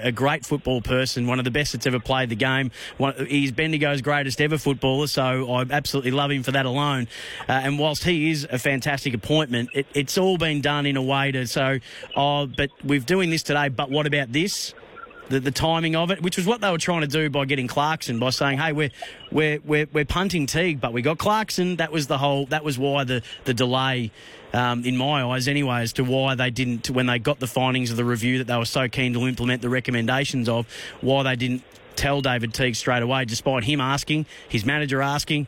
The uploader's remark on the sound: opens the phone lines in this edition, with plenty of calls